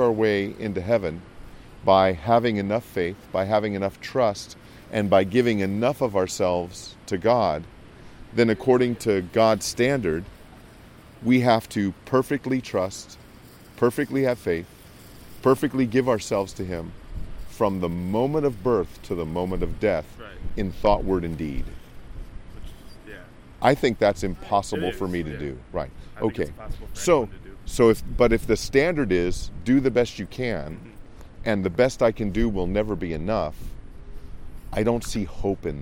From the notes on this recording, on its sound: It was a very windy day. Please be patient with a little bit of wind noise. Ministered on the campus of Michigan State University.